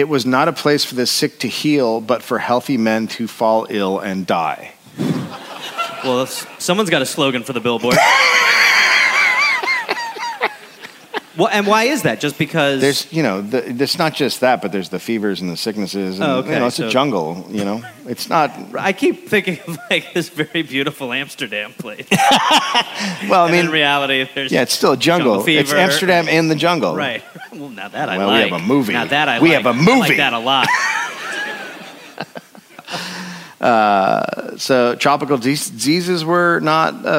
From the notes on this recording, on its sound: Recorded live in Amsterdam.